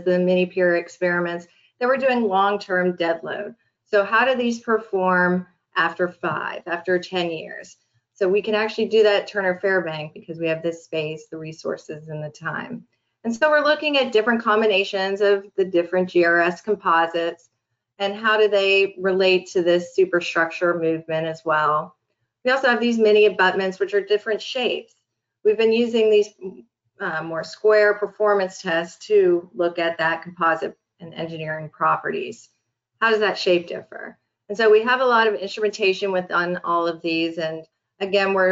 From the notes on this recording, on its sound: This is an audio version of the webinar.